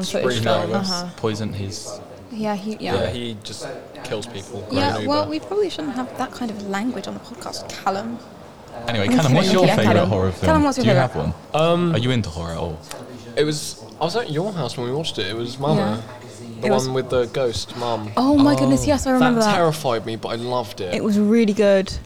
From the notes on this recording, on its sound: It's another special episode, this time recorded during SJLHS Sixth Form open evening.